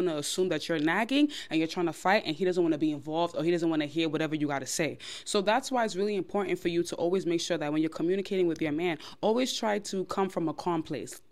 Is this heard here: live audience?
no